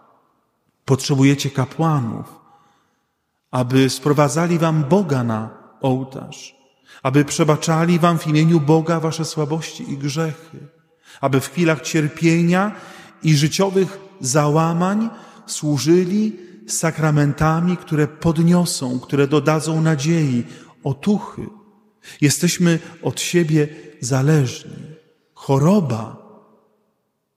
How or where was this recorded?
large echoing room